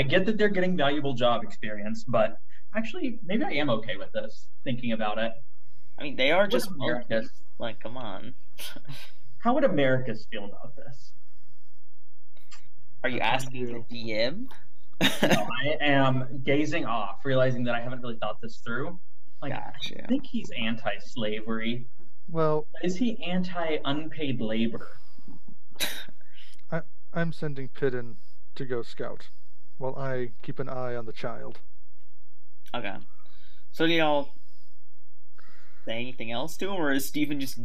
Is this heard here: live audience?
no